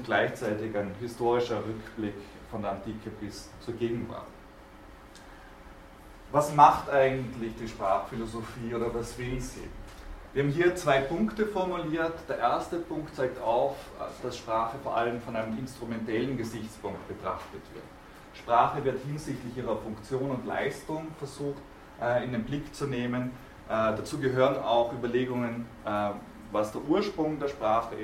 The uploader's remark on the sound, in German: Diese Vorlesung wurde von Studierenden aufgenommen